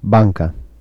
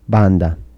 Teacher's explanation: Assimilation of alveolar nasal to velar nasal before a velar.